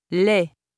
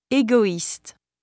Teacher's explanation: When the tréma appears over the letter I preceded by A or U, it indicates that the two vowels do not create a single sound, but represent distinct sounds and separate syllables · Shown in: second take